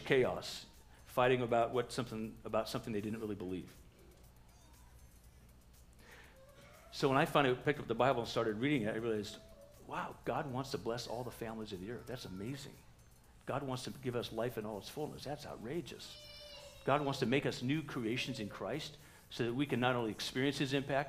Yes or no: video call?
no